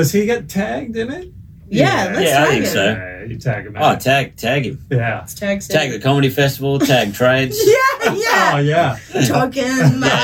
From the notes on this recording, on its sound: Despite the subpar audio the content is red hot!